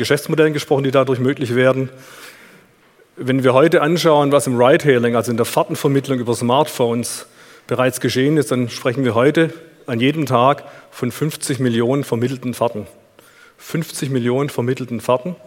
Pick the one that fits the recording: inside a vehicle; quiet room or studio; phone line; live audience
live audience